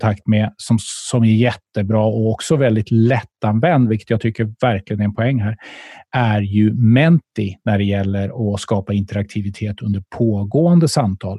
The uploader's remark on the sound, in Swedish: Samtalet spelades in via Zoom